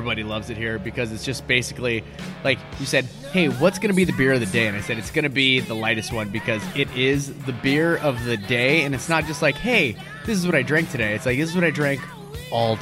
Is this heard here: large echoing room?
no